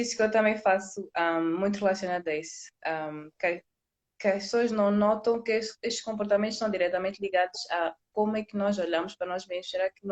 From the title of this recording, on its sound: LiveInstagram